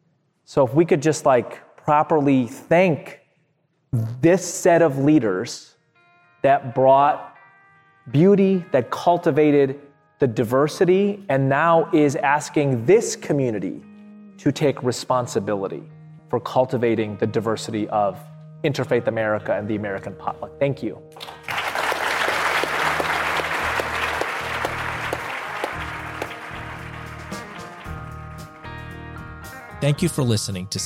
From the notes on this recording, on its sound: This panel discussion was a part of the opening plenary at the 2022 Interfaith Leadership Summit.